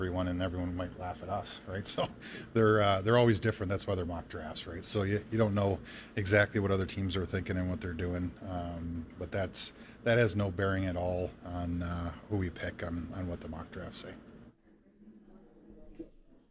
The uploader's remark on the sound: LIVE from Harvard Studio 620 lounge at Mosaic Stadium!